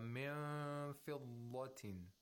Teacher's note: By approximation, we mean the articulator should get close to the place of articulation of fa without touching it. It should be held in that position for two vowel counts, while making a nasal sound. · Term: ikhfa